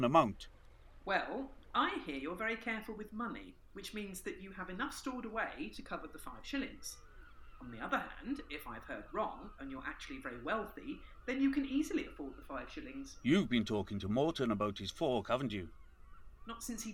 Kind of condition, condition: fault, poor sound quality